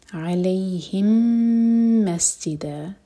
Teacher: میم اور میم کا ادغام ہے ادغام متماثل میم کو ہولڈ کیا جائے گا